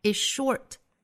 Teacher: is 和 short 做后劲同化 is short.相当于 z 的发音被后面的 sh 的发音同化掉了。Life is short.这种发音呢在比较快的语流之中是非常多见的。Life is short and it's troublesome.